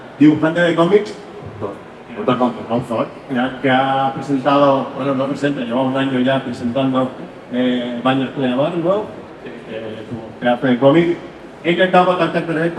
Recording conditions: poor sound quality